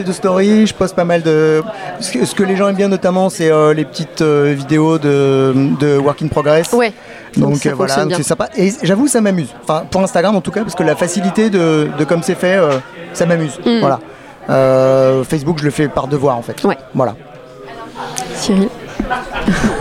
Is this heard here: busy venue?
yes